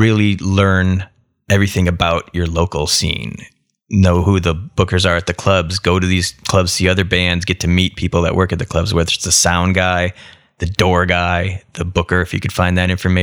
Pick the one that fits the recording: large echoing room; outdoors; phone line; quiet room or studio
quiet room or studio